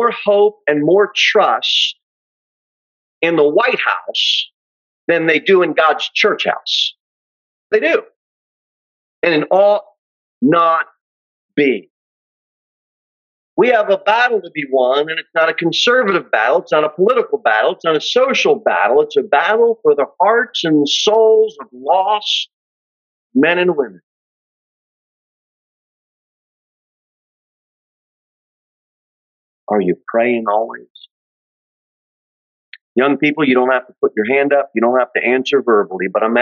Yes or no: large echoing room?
yes